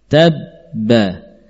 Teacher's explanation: Ba yang sukun tadi diidghamkan kepada huruf ba itu sendiri sehingga tidak muncul qalqalah.